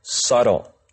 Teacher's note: you do not pronounce the B sound. The B sound is silent, so you pronounce this word subtle. Okay, and subtle just simply means it's not very obvious.